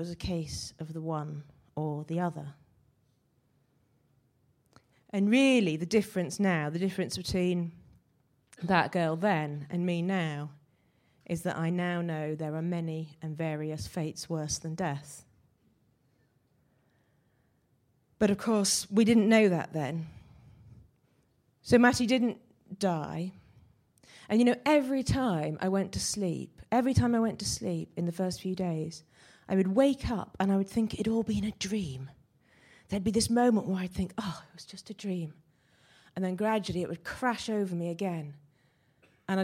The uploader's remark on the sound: Recorded at the 5x15 Bristol event in January 2017.